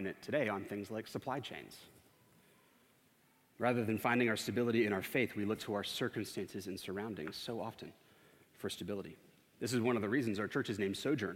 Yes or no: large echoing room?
yes